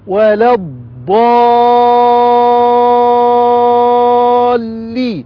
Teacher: ياء مد عارض للسكون اثنان أو أربع أو ست حركات